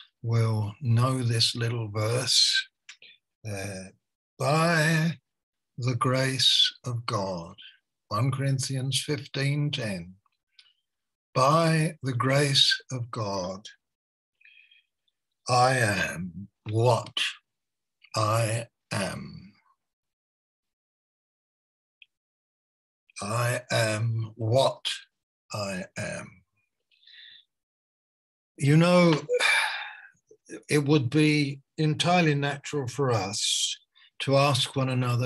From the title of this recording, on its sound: Malaysia Meets (Zoom)